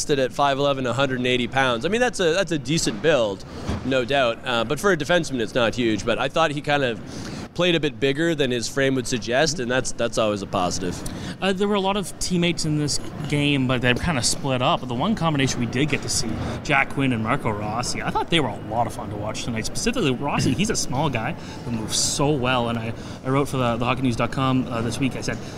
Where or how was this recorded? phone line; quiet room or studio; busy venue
busy venue